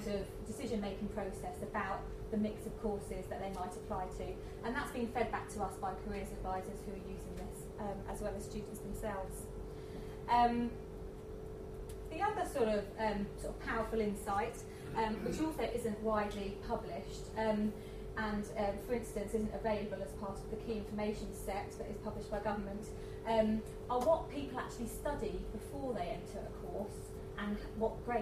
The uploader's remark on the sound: A lunchtime lecture